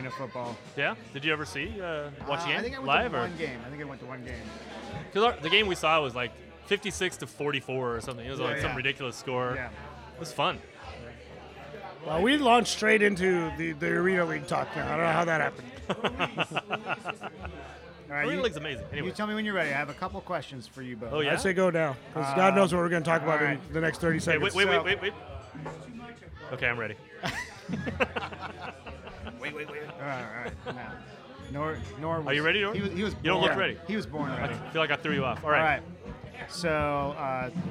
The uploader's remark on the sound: recording at World Famous Paul & Eddie’s Monte Vista Inn in Cupertino, California